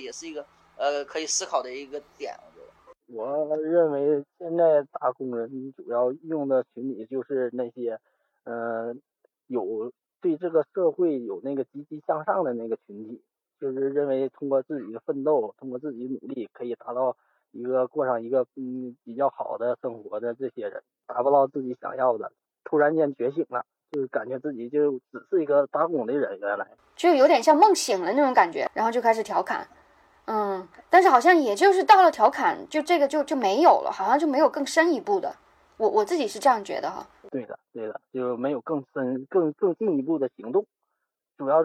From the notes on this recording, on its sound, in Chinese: 这期节目，我们邀请到两位在工厂打工的朋友。录制的时候他们还没下班。打工者录制“打工人”节目的时候还在打工。录音质量也受影响。